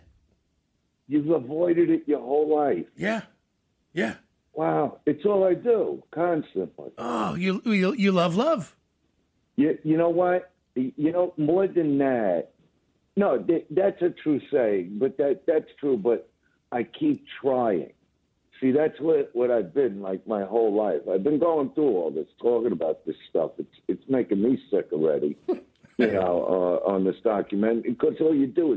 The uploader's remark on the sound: so we got him on the phone